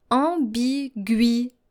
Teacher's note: And I know you are very tempted to read it ambiguité, because you were always told that if there is a U after a G, and then that U is followed by a vowel, then your U is silent. However, the tréma here, the double dots on the letter I, cancels that silence. So basically, you're supposed to pronounce the U. So don't pronounce it ambiguité, but pronounce it ambiguité.